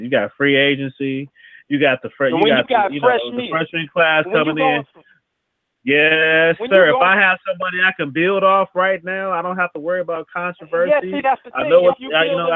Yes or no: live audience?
no